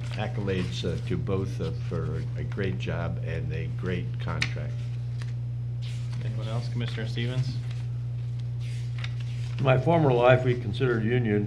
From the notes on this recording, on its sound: Live recording, Port of Astoria Commission meeting